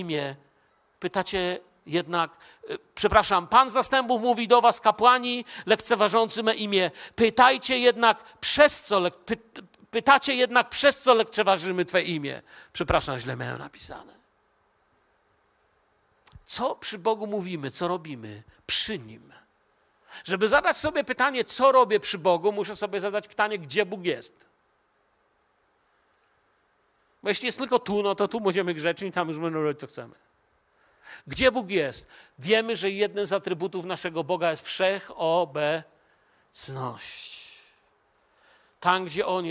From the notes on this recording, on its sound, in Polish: Wykład nagrano podczas nabożeństwa niedzielnego w Kościele „Filadelfia” Bielsko Biała.